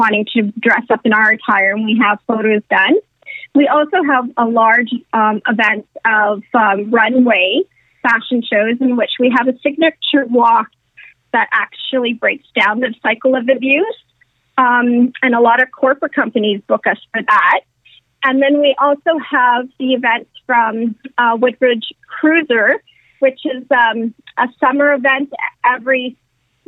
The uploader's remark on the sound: setup a conference call